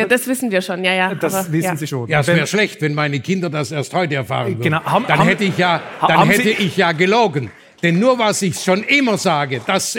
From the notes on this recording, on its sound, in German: In Schwäbisch Hall getroffen, wo wir das Gespräch beim CEO-Abend des Gipfeltreffens der Weltmarktführer geführt und live mitgeschnitten haben.